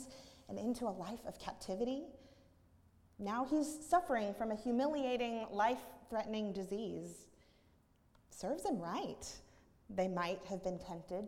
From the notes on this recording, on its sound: at Northminster Church on July 7, 2019